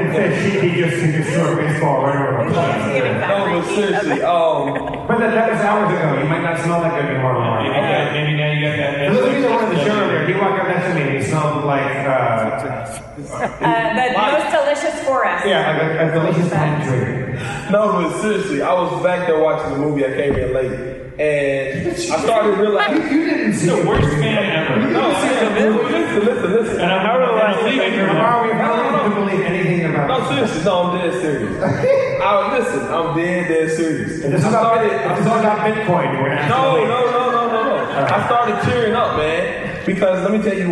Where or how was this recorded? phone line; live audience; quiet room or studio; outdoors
live audience